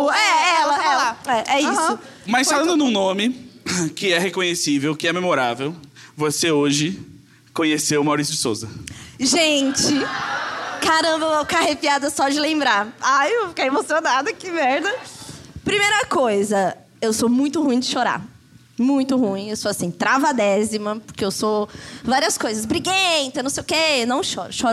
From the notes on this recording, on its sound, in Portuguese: Imagina ao vivo em BH.